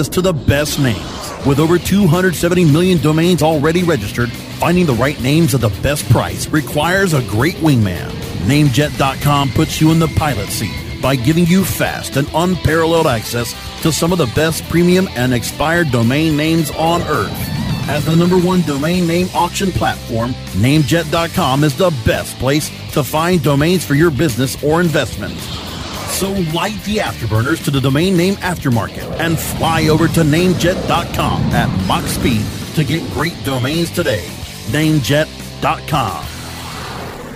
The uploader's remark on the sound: Recording this week's show from the annual Pubcon Las Vegas